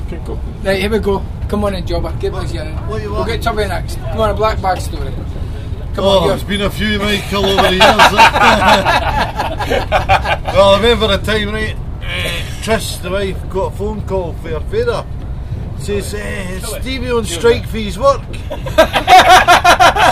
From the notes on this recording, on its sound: The Kickabout Pub Chat en route to Doncaster Races. Set off for Doncaster Races in a mini-bus. Was given a recording device to capture a bit of Pub Chat.